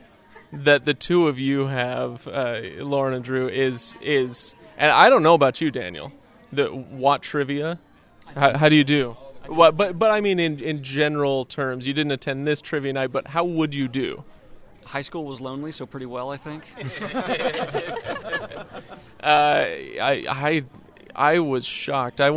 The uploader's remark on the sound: Live at JordanCon 2019